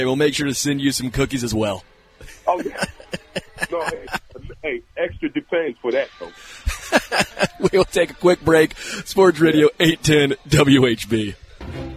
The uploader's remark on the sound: LIVE from Hollywood Casino!